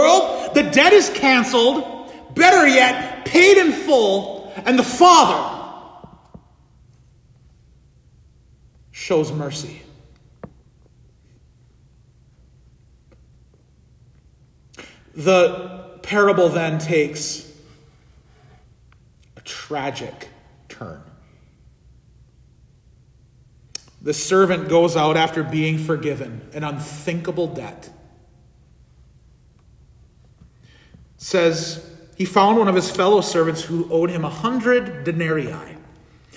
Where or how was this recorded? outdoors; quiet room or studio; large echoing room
large echoing room